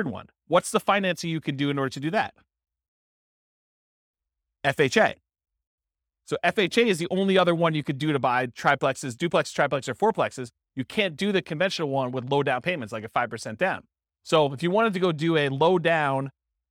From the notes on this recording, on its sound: This was a live class recorded